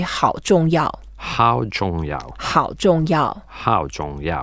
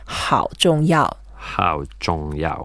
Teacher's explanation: 好 is the third tone, so we go down first and up